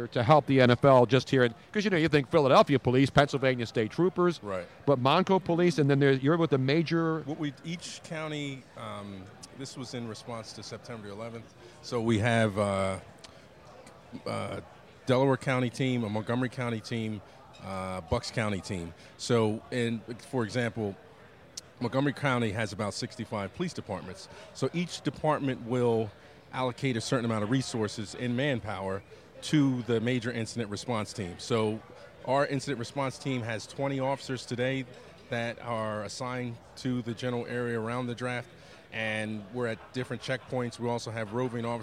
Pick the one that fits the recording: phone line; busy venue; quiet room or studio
busy venue